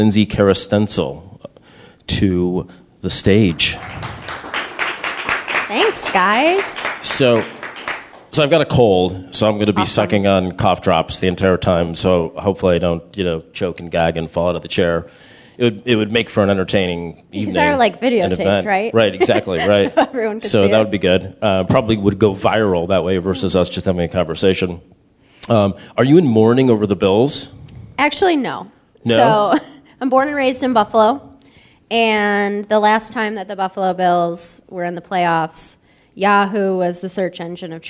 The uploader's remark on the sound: Startup Grind Columbus. This is the audio recording from the live event on 1/8/2018.